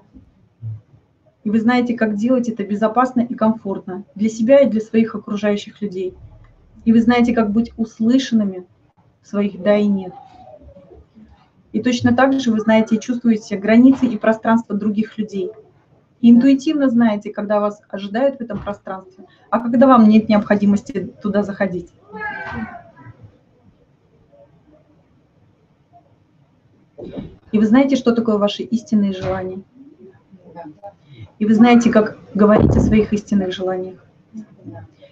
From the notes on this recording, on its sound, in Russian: Запись ТетаБинара от 10 июня